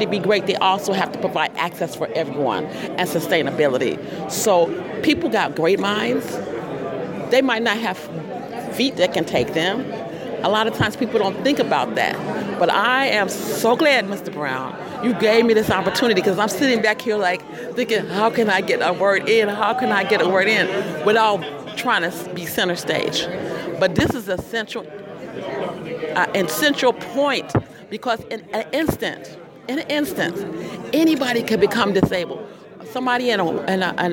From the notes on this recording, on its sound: PUSH Convention. At the Construction Summit that kicked off the 47th Rainbow PUSH National Convention.